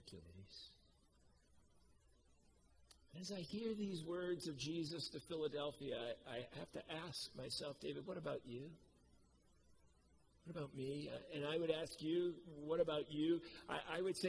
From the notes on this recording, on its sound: Preached at COMMUNITY Covenant on 8/8/21